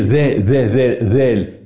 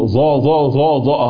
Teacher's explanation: البعض اللي بيقلب الذال لظاء لأن بيعملها تقعر، تفخيم، تصاعد الصوت، بيطلع له قبة في أقصى الحنك الأعلى، يقول ظاء، لا هي ذا ذا ذا ذال.